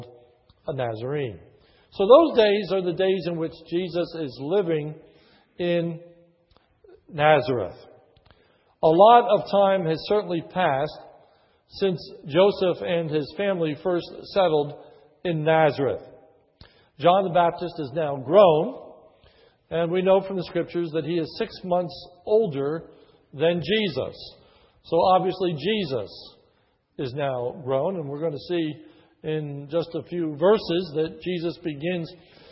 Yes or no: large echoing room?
yes